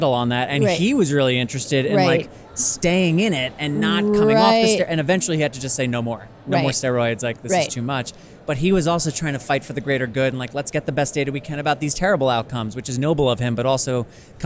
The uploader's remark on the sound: live from The Science Fair!